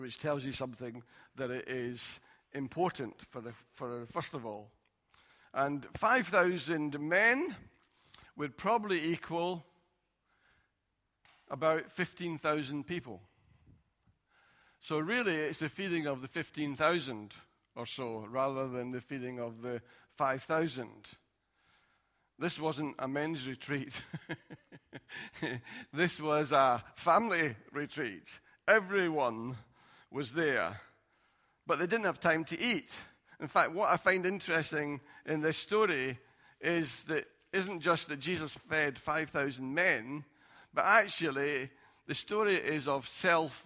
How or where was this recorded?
large echoing room